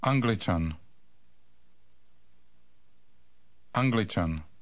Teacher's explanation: Note that the stress is on the first syllable of the word, as in all Czech words.